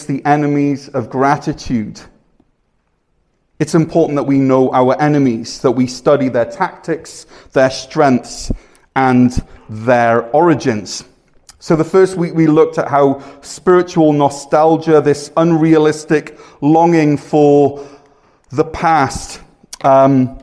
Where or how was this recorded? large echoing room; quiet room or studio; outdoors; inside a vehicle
large echoing room